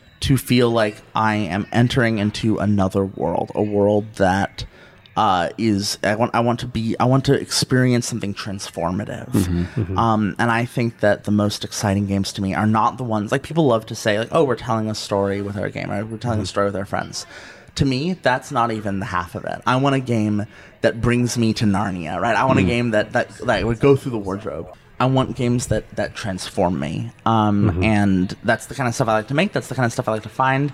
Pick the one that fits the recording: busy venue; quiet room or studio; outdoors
busy venue